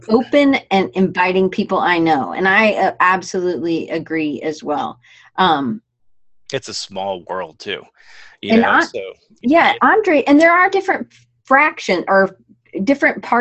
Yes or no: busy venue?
no